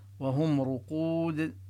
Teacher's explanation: ونمد الواو بحسب ما نمد بالمد العارض للسكون إذا وقفنا، ونبين قلقلة الدال